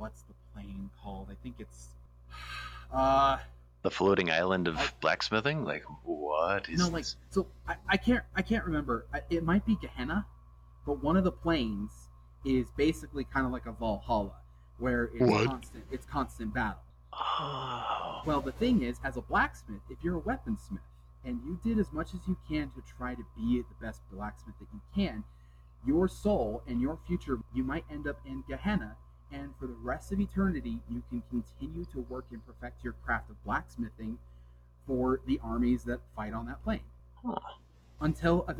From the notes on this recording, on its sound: I apologize for the bad sound quality for most of the episode